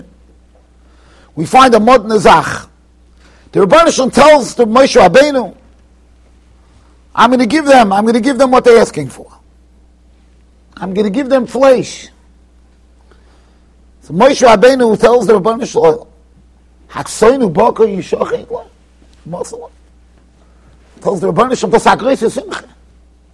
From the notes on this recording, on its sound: Shiur recorded in Yeshivas Ohr Reuven, Monsey NY.